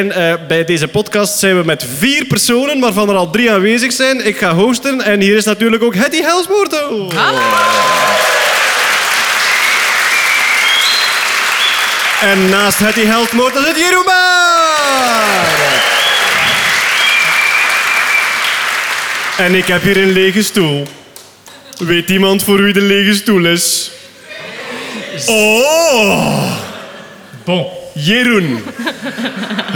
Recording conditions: live audience